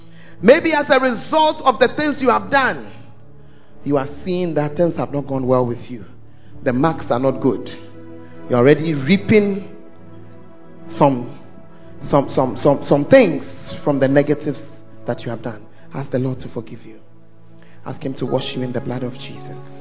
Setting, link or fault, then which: setting, large echoing room